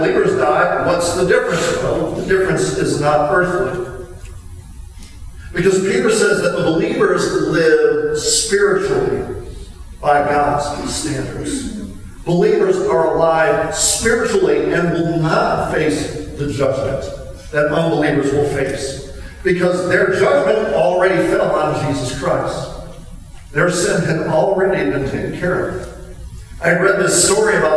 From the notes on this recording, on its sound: We apologize for the bad sound quality on this recording.